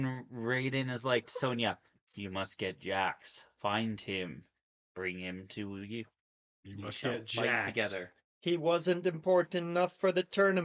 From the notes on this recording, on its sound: I apologize for the audio quality we were testing out some new settings